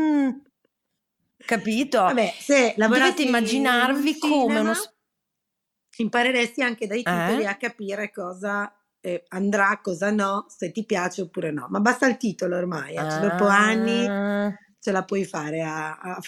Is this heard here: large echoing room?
no